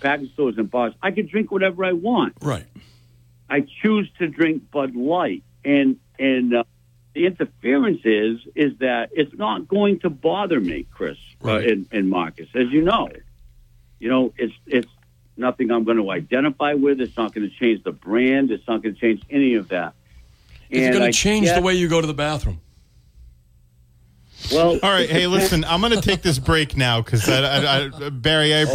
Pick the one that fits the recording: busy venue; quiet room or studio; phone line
phone line